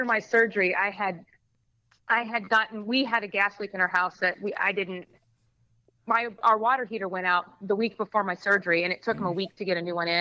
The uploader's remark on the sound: over the phone